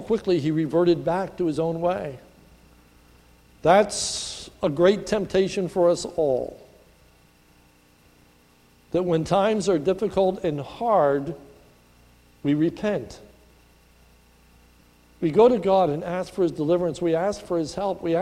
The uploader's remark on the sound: This is a sermon recorded at the Lebanon Bible Fellowship in Lebanon, PA. During the morning service.